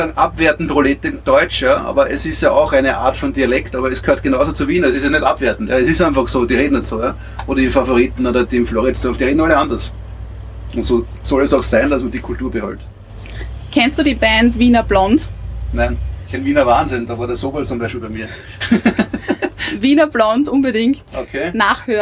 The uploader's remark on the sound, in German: Live vom Würstelstand „Zum scharfen René“. Den Würstelstand am Schwarzenbergplatz im ersten Bezirk in Wien.